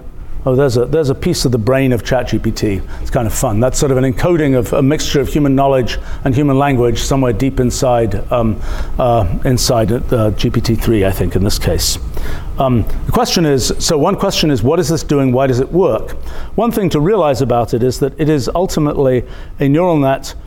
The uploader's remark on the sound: Center for the Future Mind. Lecture from Mindfest 2023.